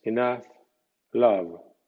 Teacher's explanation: El sonido V inglés no existe en español. V se pronuncia de la misma forma que F haciendo la sonora en inglés. El error de pronunciar v como b en inglés equivale al error español de pronunciar p en lugar de f.